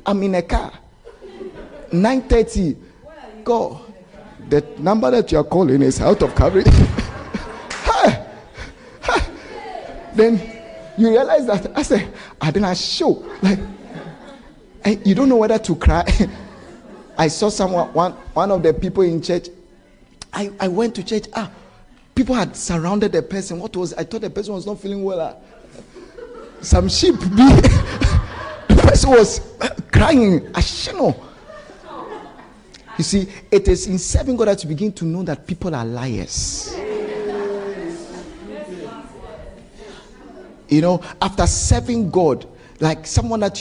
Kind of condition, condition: setting, live audience